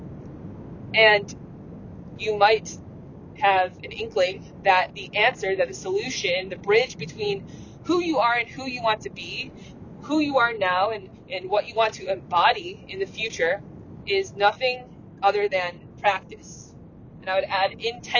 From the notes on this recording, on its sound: Thank you for your patience with the audio quality--this earlier solo-sode was recorded while on the road.